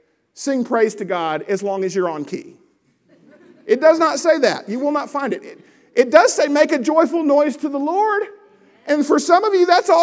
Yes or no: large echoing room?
yes